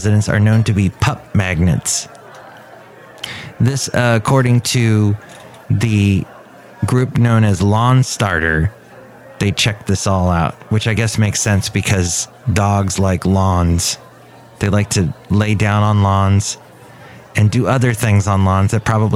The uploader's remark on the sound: podcasts live from Café Anyway